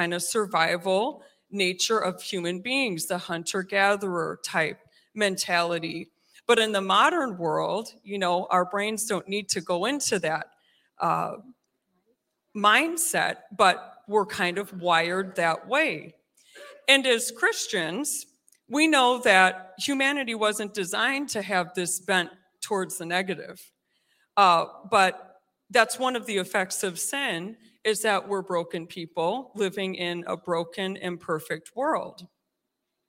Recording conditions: large echoing room